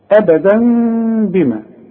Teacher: يبقى أنا ما أقفلش شفايفي عند النطق بهذه الكلمة، وما أظهرش النون، ما أقولش أبدا بنا، وكمان ما أقولش أبدا بنا، يحصل انفراد في الشفايف. · Term: إقلاب مع الإخفاء مع الغنة